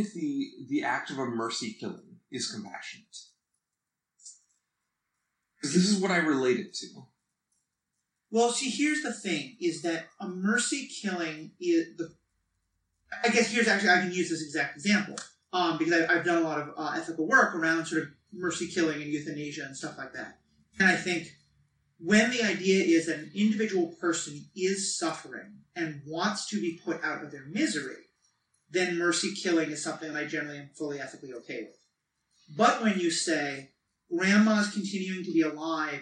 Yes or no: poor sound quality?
yes